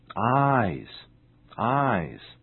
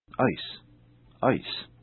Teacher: how different vowel lengths are used to differentiate words ending in voiced and voiceless consonants · The last words in the examples, eyes and ice, differ in two ways. One difference is eyes ends with the sound z, and ice ends with the sound s. The other difference in the pronunciation of eyes and ice is how the vowel sound I is pronounced.